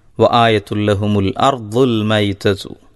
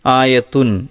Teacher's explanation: എന്നാൽ അതിൻ്റെ ശേഷം ലാമു വരുമ്പോൾ ആ ആയതുൻ എന്നതിൽ ഇൻ എന്ന വ്യക്തമായ ഉച്ചാരണം ഇല്ലാതെയാണ് ഉച്ചരിക്കേണ്ടത്. ആ തൻവീനിനെ തൊട്ടടുത്തുള്ള ലാമിലേക്ക് ലയിപ്പിച്ച് മണിക്കാതെ ഓതണം. · Shown in: first take